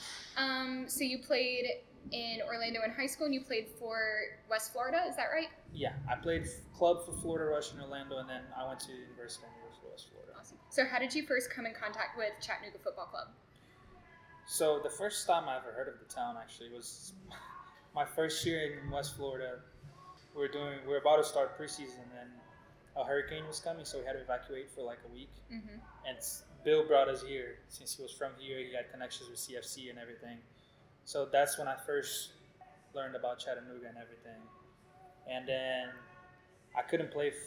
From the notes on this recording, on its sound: This episode was recorded at Cadence Coffee Co. This episode was recorded at Cadence Coffee Co.